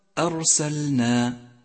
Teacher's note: احذر من تكرر حرف الراء من قوله تعالى كما أرسلنا، فتكررها خطأ شائع